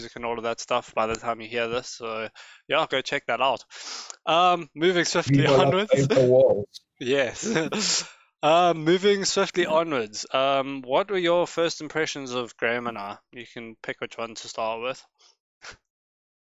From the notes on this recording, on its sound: Apologies for the quality, tell the virus to leave us alone so we can make it better!